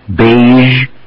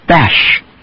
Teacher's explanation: You hear the voice at the end of the first, beige, and you hear no voice at the end of the second. · Term: voiced zh